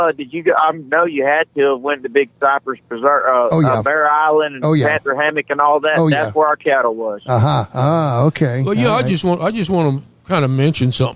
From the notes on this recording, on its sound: by phone